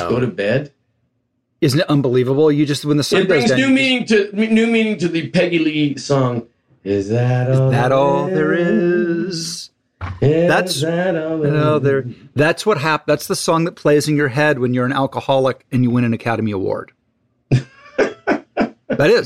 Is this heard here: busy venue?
no